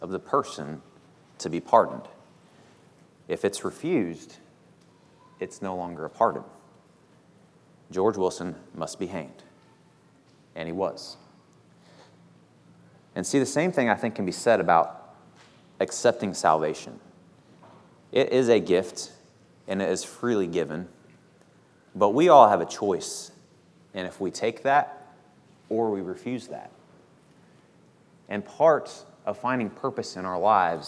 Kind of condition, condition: setting, large echoing room